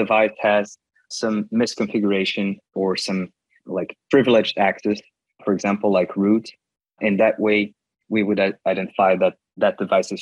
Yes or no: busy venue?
no